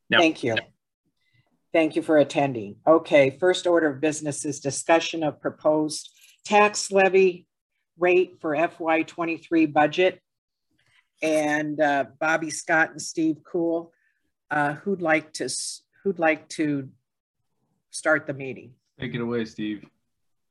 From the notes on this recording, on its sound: Was held on Zoom due to the pandemic.